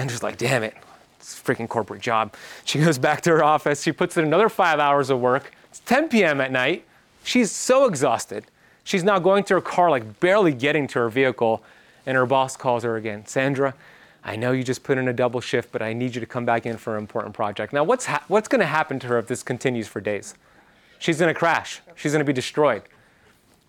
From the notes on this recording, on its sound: This is a lecture that I gave at FAENA Hotel’s “Ultimate Wellness Workshop”. In Miami, Florida, located in their Tierra Santa Healing House.